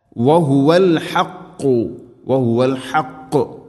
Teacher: ഖാഫ് അതേപോലെ, ഹാഉം ഖാഫ് എല്ലാം മഖ്റജ് പ്രത്യേകം ശ്രദ്ധിക്കണം. ഹാ തൊണ്ടയുടെ മധ്യഭാഗം, ഖാഫും ചെറുനാക്കിൻ്റെ ആ ഒരു ഭാഗം